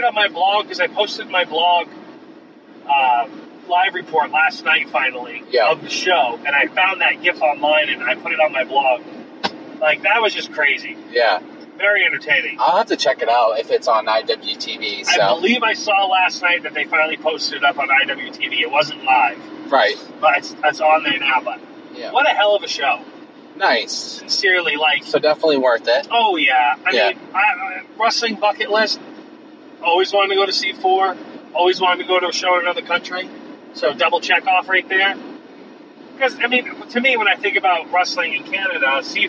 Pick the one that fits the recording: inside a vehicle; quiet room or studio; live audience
inside a vehicle